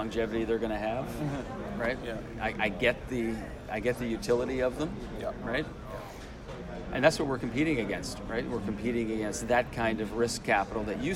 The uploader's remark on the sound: on the floor of the Vancouver Resource Investment Conference (VRIC)